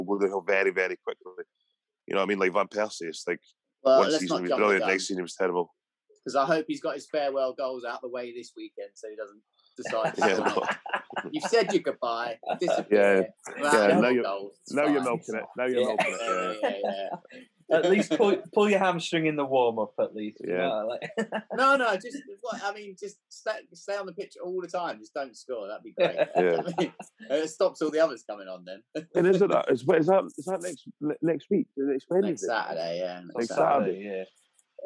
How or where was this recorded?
video call